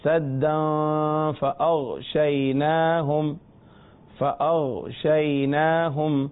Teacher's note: جب سدا سے فا پر آئے تو بھی غنہ کیا اس لیے کہ تنوین کے بعد فا آ رہا ہے